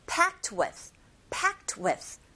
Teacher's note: 그리고 끝나자마자 with. with는 전치사니까 약하고 빠르게